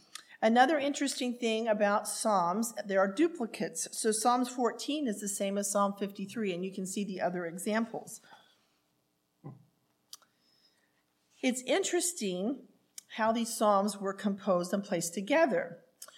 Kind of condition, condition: setting, large echoing room